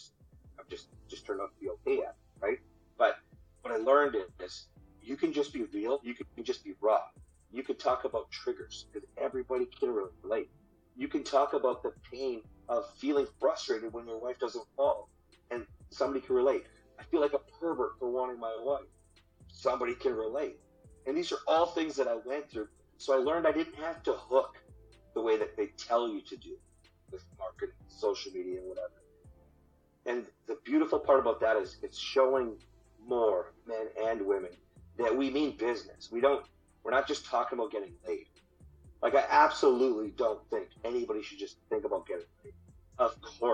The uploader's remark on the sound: Just wanna preface by apologizing for any of the audio issues with this episode...